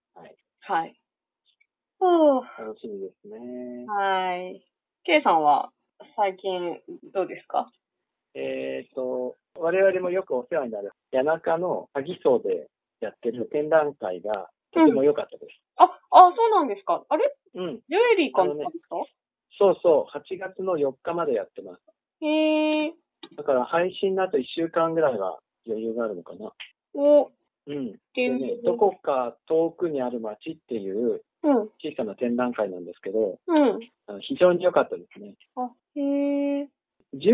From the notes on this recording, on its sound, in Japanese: 話している場所: 電話収録